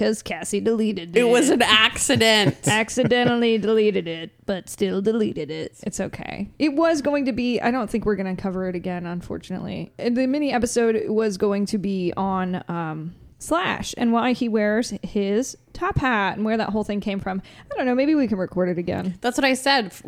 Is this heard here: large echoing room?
no